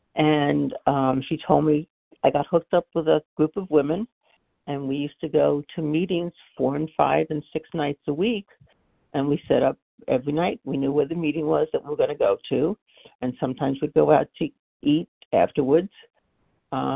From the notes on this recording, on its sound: 100 Pounders Phone Meeting.